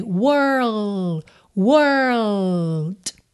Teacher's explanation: E aí você pensa em were, were. Quando você tá lá no meio dessa enrolação do R, were, você leva a língua pro céu da boca, pro L.